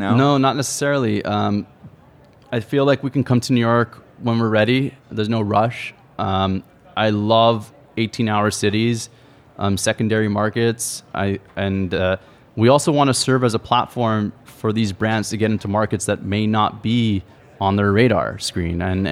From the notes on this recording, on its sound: This episode was recorded in front of a live audience at the ICSC New York Deal Making conference.